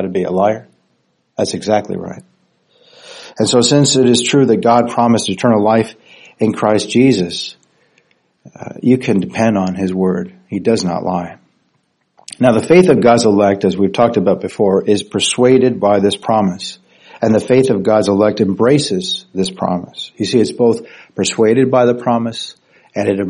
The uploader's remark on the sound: Recorded Sunday morning, May 21st, 2023 at Sovereign Grace Church in New Caney, Texas USA.